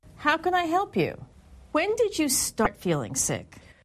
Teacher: When she asked a question that began with when or how, her intonation was falling